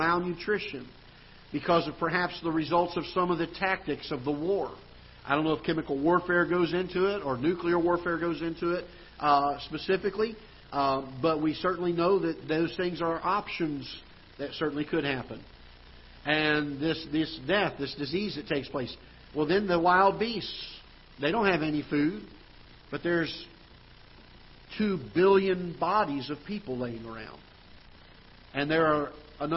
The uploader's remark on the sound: Ketha Heights Baptist Church ~ Live Broadcast